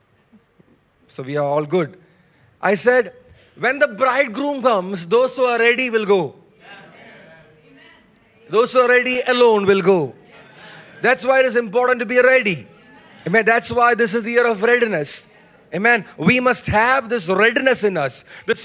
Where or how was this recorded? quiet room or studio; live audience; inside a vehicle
live audience